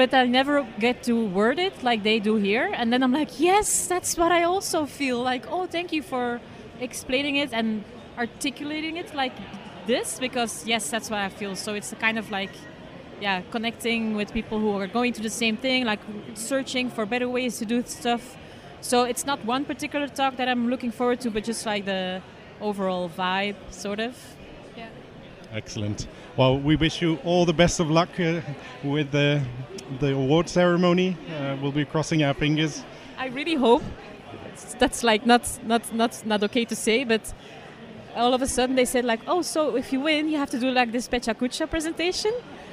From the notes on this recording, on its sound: Relive the Toronto Global Service Design Conferent. We walked around with our microphones again and bumped into many interesting designers from all over the world.